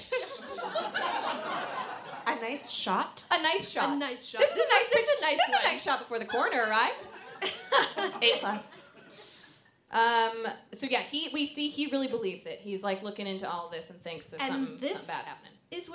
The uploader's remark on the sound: This week's episode was recorded LIVE at the Just For Laughs festival in Toronto.